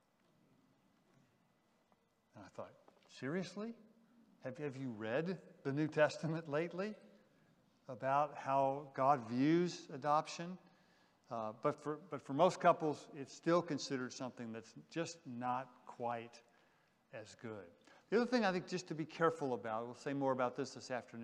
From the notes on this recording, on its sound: General Session VI from the 2023 Shepherds 360 Conference